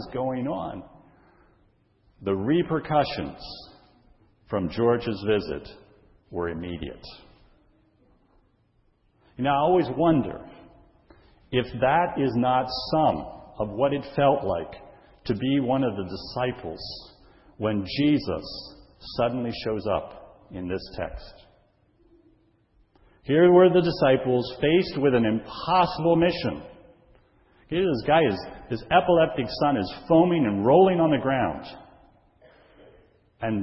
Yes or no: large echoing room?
yes